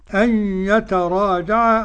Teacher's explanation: عدم الغنة النون الساكنة عند الياء لخلف